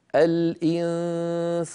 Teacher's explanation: لاحظوا بأن الغنة مرققة لأنه بعد سين